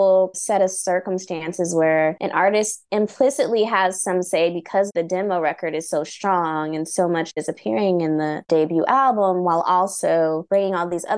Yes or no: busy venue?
no